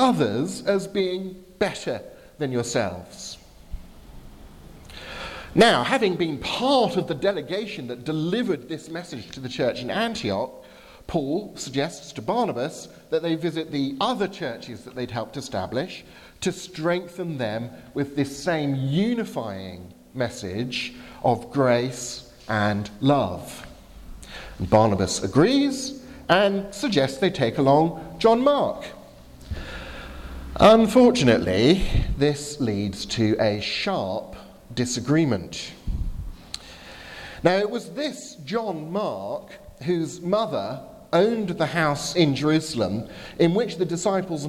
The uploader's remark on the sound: from the 11 am service at Highfield Chruch Southampton